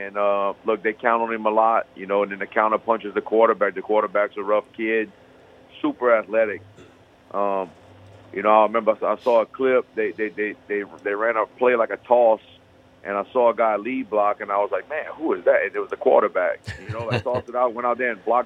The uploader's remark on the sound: We go to the phone lines in the third segment of the show